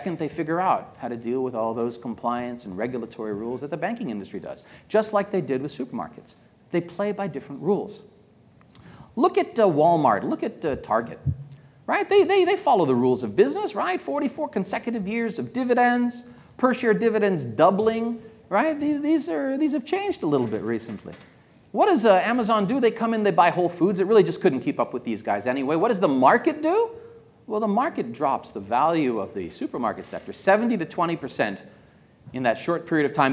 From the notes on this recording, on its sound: This episode features a keynote speech by one of the mining industry's leading futurists. Recorded live at The Northern Miner's Progressive Mine Forum held at the MaRS Discovery District in downtown Toronto in mid-October 2018.